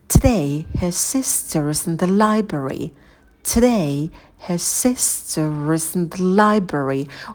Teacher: Ударные слова — это today, sister, library.